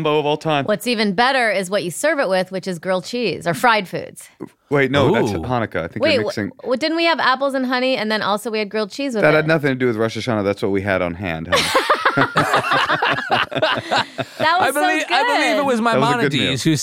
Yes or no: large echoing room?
no